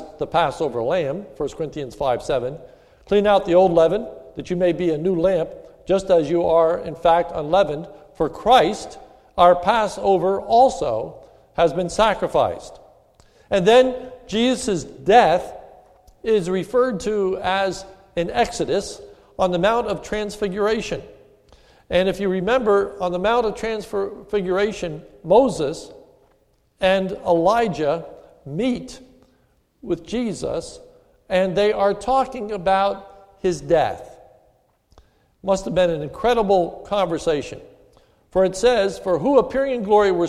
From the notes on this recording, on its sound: This is a sermon recorded at the Lebanon Bible Fellowship Church, in Lebanon, PA. Was given on the occasion of Maundy Thursday.